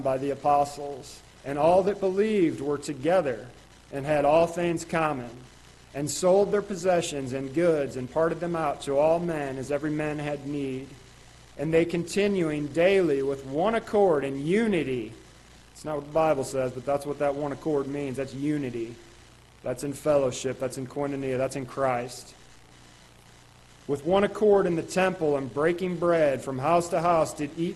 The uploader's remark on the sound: Ketha Heights Baptist Church ~ Live Broadcast